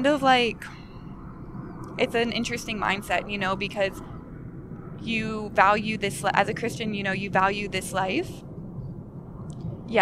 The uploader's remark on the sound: We have a discussion live with the backdrop of the beach sands in place. We spoke here on Playa Del Rey Beach.